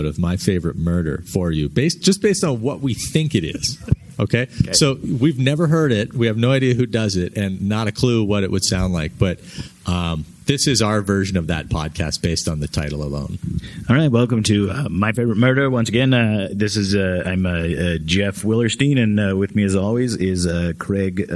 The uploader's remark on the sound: Live From Calgary Expo. We had a blast bringing you the Podcast live from the Calgary Expo this week.